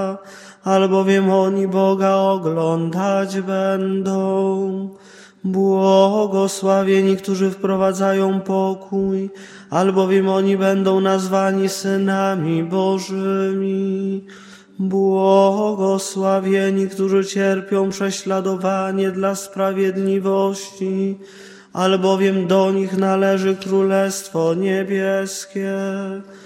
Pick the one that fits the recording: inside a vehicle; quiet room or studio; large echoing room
large echoing room